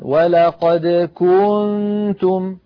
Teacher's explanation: كنتم هذه المطة الزائدة ولدت من ضمة الكاف واوا، أي زادت حرفا، زادت حرفا في التلاوة، وهذا خطأ شنيع. · Term: التمطيط